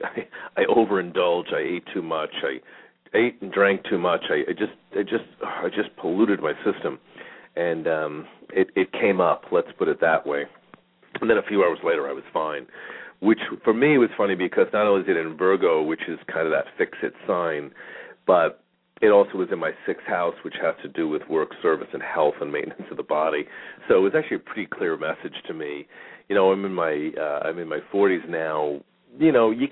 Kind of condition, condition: link, phone line